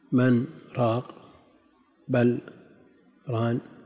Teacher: وأظهر عاصم وقوم النون في قوله تعالى: من راق، واللام في قوله: بل ران، لئلا يشبه من راق وهو بائع المرقة، وبران في تثنية البر.